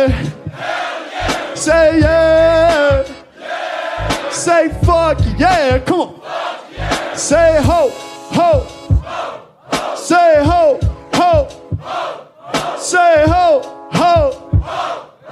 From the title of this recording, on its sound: Live In Toulouse & Barcelona